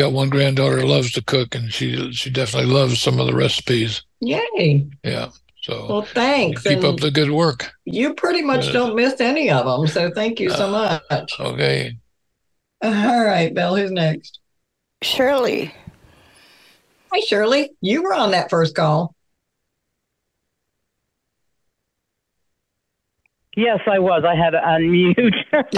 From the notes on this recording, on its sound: we held the first recipe swap via conference call